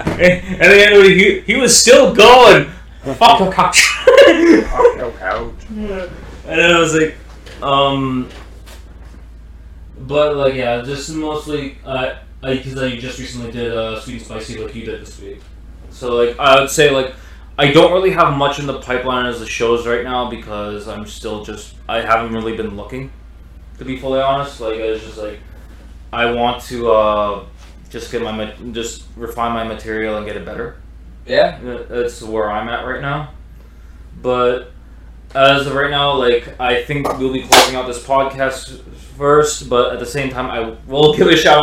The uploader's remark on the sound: Apologies for the audio issues